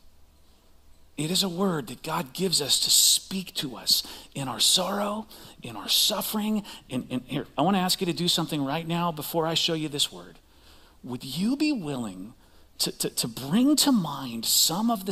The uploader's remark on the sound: Recorded live at CrossWinds Church on Dec 10th, 2023.